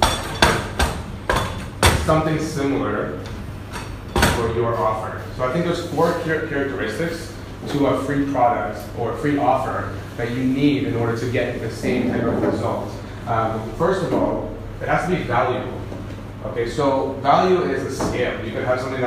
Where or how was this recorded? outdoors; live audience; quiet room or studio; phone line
live audience